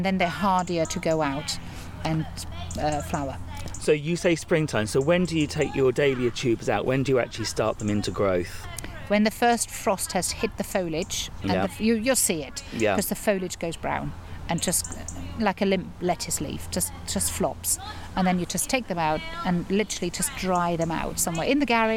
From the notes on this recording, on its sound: I go back to a garden, that's not too far from me, the Harold Hillier Gardens in Ampfield near Romsey